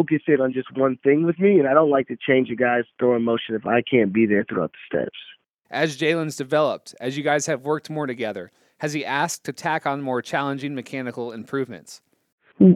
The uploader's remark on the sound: got on the phone